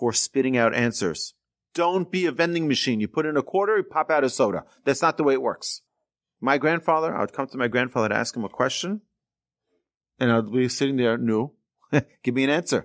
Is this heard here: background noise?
no